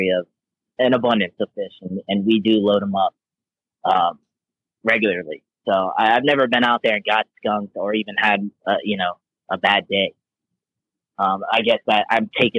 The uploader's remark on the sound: Calls in from Omen Outdoors, an outdoor lifestyle brand making clothing for true blue hunters and anglers.